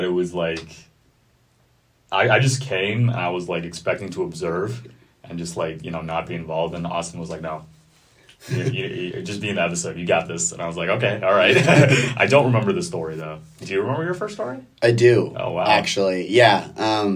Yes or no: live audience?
no